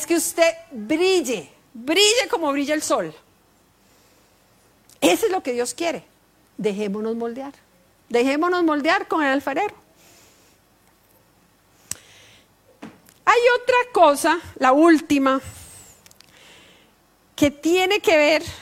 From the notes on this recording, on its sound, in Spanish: Tema en vivo lanzado por Facebook Live el día 4 de Marzo de 2023, en la Reunión Familiar de la Familia-Iglesia de Sydney, Australia.